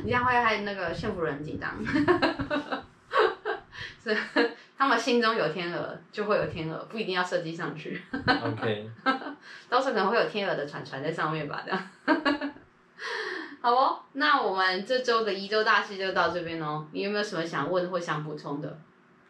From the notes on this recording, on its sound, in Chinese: 抱歉這次錄音出了紕漏。礙於最近工作滿載就沒能重錄了。